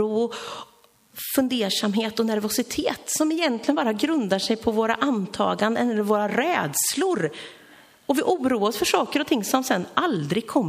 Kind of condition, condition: setting, large echoing room